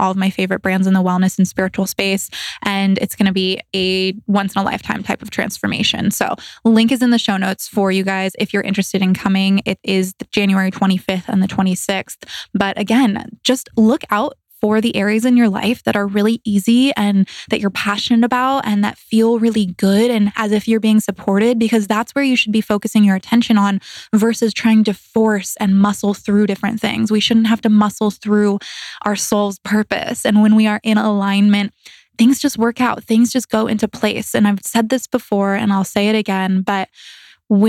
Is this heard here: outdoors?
no